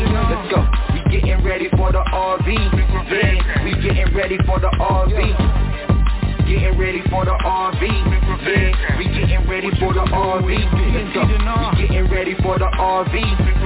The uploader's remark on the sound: TNTSuperfantastic Conference Call